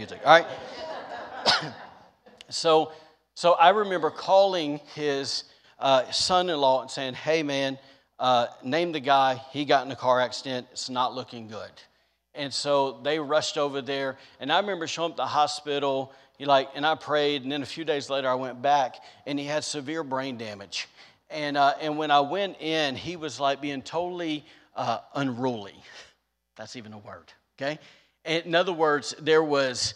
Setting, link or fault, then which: setting, large echoing room